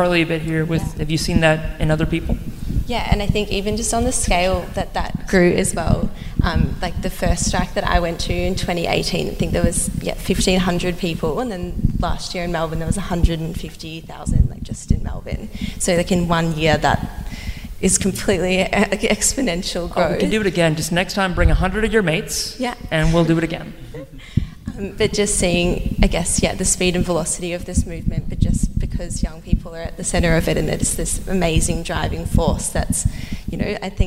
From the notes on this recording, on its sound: Anote's Ark panel from the Astor Theatre. Transitions Film Festival brought a film screening to Port Phillip in Melbourne. Record the post-screening panel as a live episode.